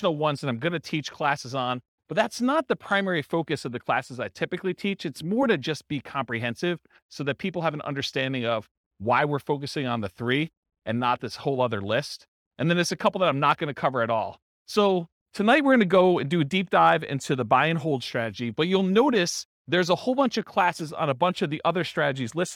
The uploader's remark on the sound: This was a live class recorded